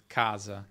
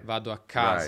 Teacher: in Italian, and this makes Italian sound the way it does, we tend to make that ah, make that stressed vowel longer